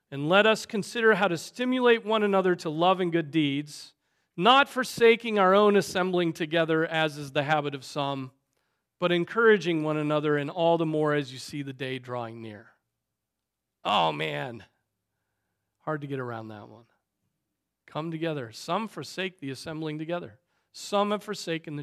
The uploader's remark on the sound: Preached on November 12, 2023 at Trinity Presbyterian Church ( Evangel Presbytery ) in Spartanburg, SC.